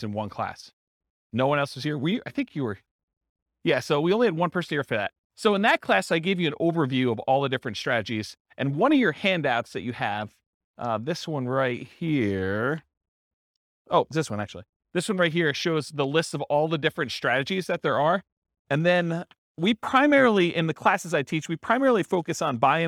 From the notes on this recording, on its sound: This was a live class recorded.